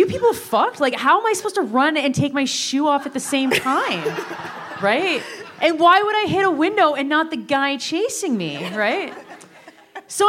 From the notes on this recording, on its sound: Live at the Revue Cinema. Were live in Toronto.